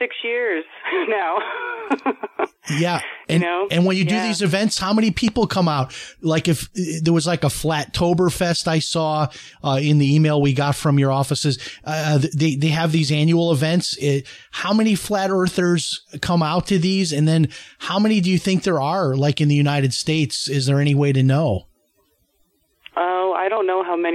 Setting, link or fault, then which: link, phone line